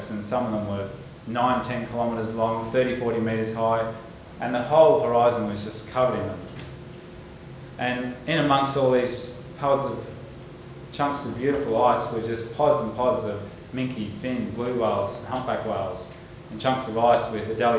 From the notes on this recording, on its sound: THIS LECTURE TOOK PLACE AT THE UNIVERSITY OF SYDNEY 13 SEPTEMBER 2012 AS PART OF THE SYDNEY IDEAS PROGRAM.